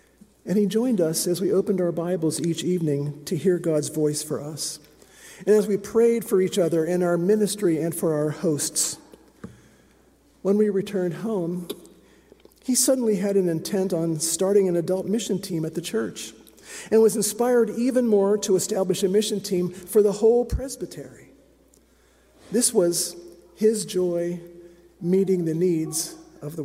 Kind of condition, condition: setting, large echoing room